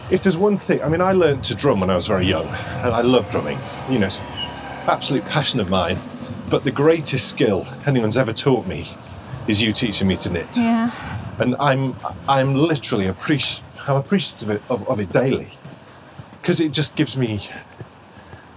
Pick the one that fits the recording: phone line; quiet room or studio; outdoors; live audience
outdoors